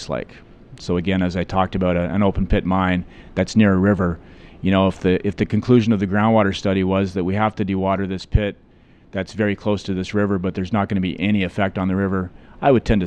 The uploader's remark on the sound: At the recent resource conferences in Vancouver I had the chance to sit down.